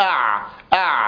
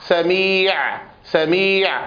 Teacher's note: والعين كما ذكرنا من وسط الحلق، وأما صفاتها فهي مجهورة متوسطة مستفلة منفتحة، فهي مجهورة متوسطة مستفلة منفتحة، يعني يصحبها زمير في الأوتار الصوتية اهتزاز فيها أع أع هكذا هكذا أع أع سميع سميع، هذا الصوت في حرف العين.